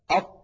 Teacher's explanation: لما نقول مثلا أط حرف الطاء، أط، نجد بأن قطعة من اللسان قد انطبقت على غار الحنك الأعلى · Term: الإطباق